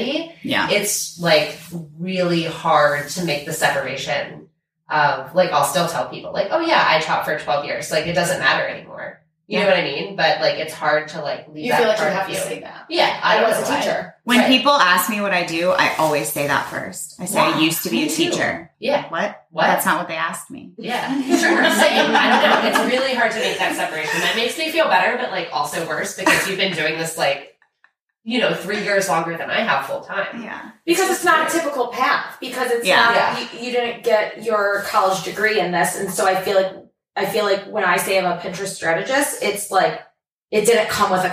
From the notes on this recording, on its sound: Back in May, we met up in person for a weekend retreat, and one of the things we did was record a podcast episode roundtable style. A quick disclaimer about the audio quality: it's not perfect. It's not terrible , but we had one mic for all of us and recorded it on one track.